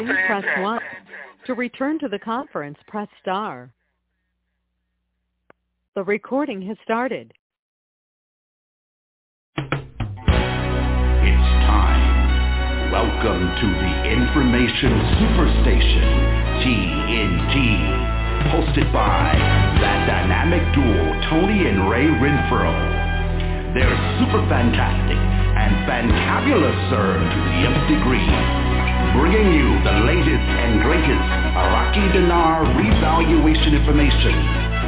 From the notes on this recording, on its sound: TNTSuperfantastic Conference Call.